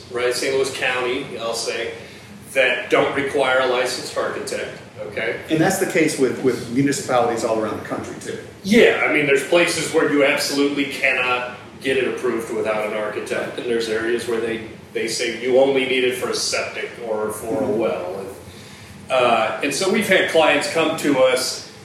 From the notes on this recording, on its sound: to host a live discussion and take questions